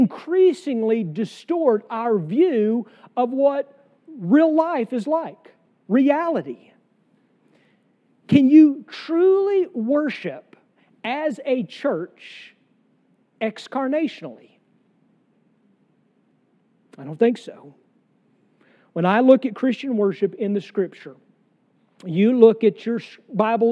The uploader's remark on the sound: sermon from our worship service on July 2, 2023